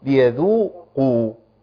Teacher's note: ليذوقوا الذال مرققه برضه، الكلمه كلها مرققه معانا، ليذوق لحد القاف، ليذوقوا.